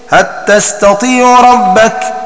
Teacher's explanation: الكسائي على أصله في إدغام لام هل في تاء تستطيع